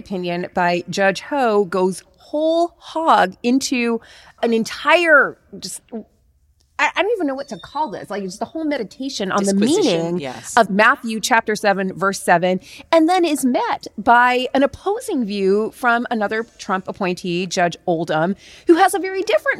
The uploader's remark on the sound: live from the University of Texas